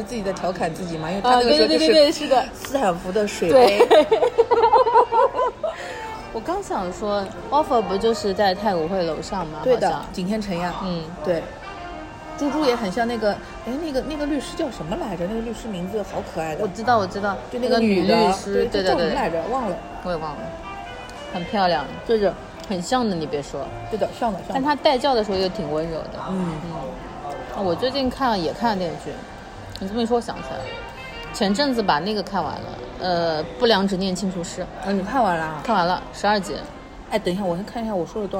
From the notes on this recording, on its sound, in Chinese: 每次录制基本都是在餐厅吃饭，没有条件升级录音设备。本次录制花费：映彩餐厅。